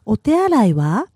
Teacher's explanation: Notice how the wa goes up. · Term: intonation